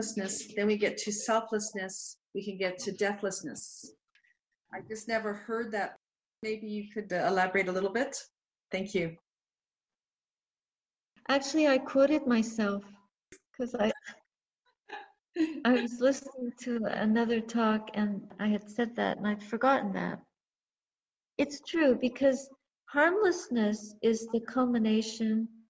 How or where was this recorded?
video call